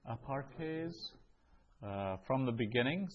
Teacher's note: So the apo in front of a vowel, the omicron of apo gets dropped off.